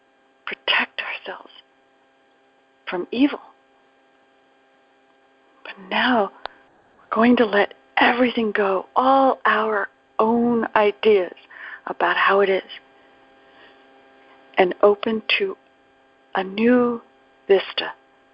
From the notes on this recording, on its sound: ACIM Daily TEXT Conference Call